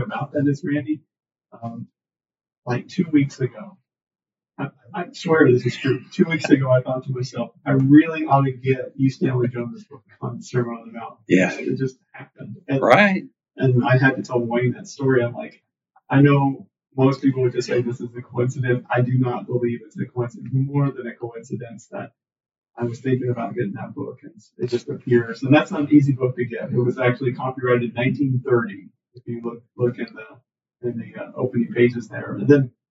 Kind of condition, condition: fault, poor sound quality